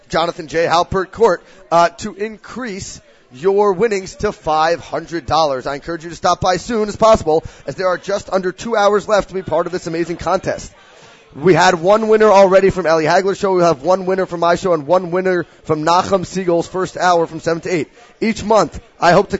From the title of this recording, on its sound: Live from YU and the Sarachek Basketball Tournament